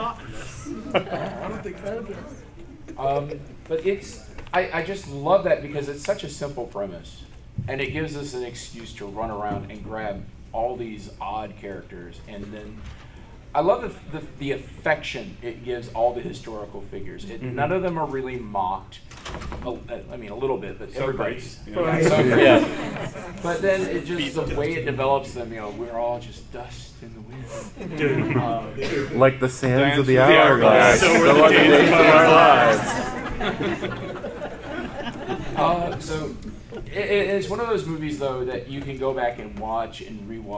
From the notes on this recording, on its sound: Dragoncon 2019. We take a step back into time and observe a panel from a bygone age of maskless, in-person convention gathering.